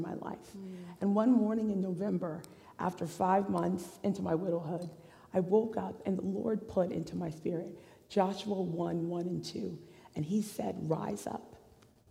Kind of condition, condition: setting, large echoing room